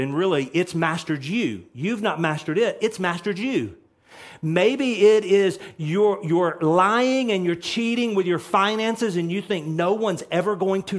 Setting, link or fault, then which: setting, large echoing room